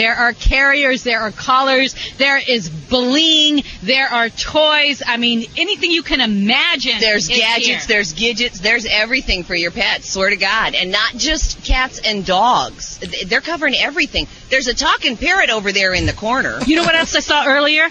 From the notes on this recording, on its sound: Animal Radio® is live from the 20th America's Family Pet Expo, the largest in the nation.